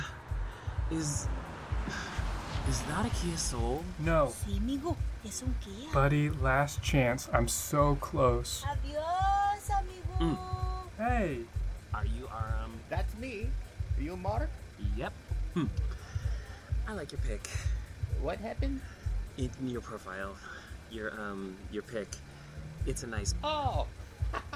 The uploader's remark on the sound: It is late in the evening and we are on the sidewalk outside of Faultline Bar on Melrose Ave.